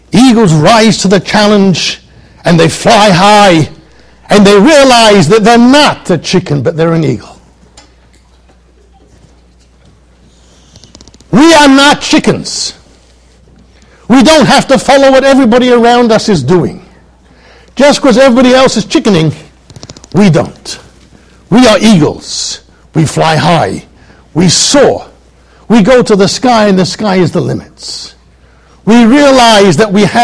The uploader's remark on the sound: Shiur recorded in Yeshivas Ohr Reuven, Monsey NY.